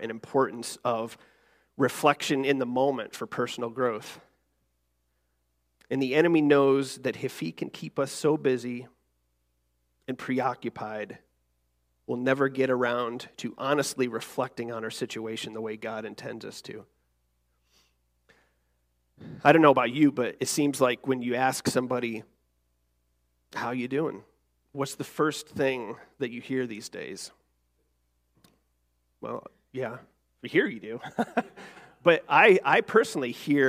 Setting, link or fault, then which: setting, large echoing room